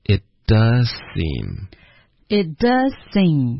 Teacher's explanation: 然后 does seem does 的这个 z 的音会省略